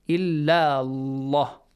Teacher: Again, the pronunciation of the letter lam in the word Allah. Heavily pronounced. Why? Because there is a fatha sound before.